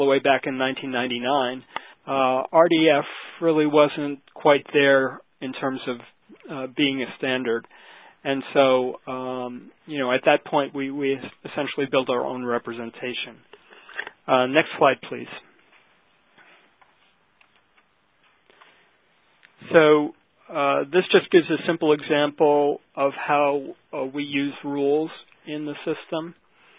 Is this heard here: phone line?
yes